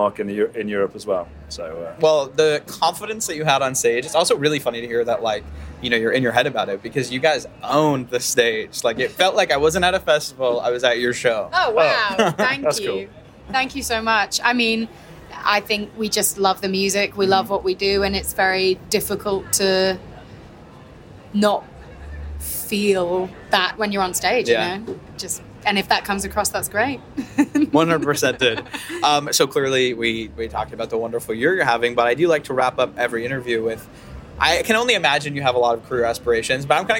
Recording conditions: busy venue